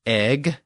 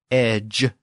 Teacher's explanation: The Old Norse egg has the original G sound at the end, and the Old English edge has the newer J sound at the end. And that J sound is represented by that Old English spelling, D-G-E.